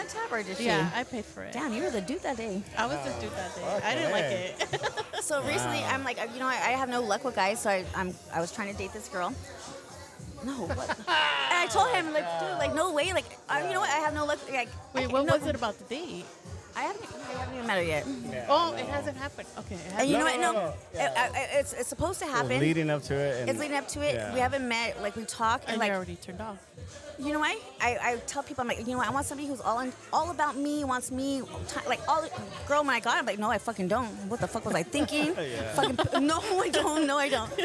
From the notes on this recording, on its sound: This Episode was recorded live at event, Pajama Jam.